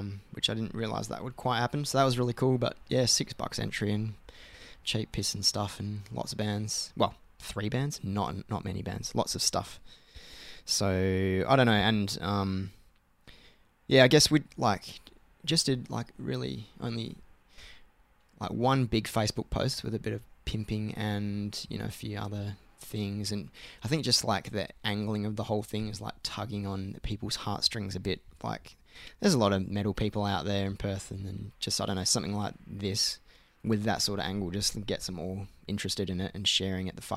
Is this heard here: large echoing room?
no